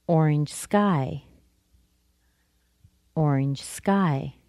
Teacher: I'm simply describing the color of the sky, and the color is orange. Orange sky. I emphasize the word sky. · Term: descriptive phrase